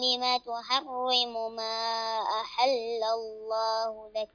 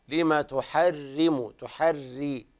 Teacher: لا تفخم الراء، الراء حكمها الترقيق · Shown in: second take